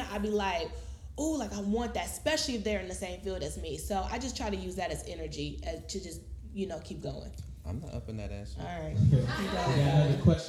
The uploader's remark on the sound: Live podcast! We had a live recording event to celebrate.